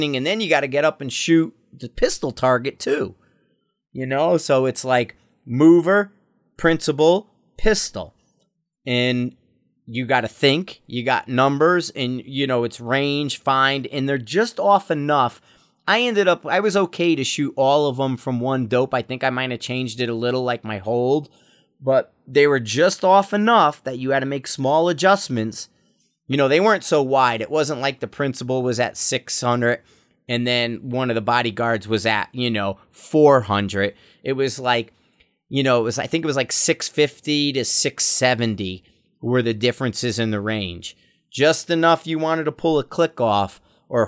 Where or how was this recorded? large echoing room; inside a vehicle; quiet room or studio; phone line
quiet room or studio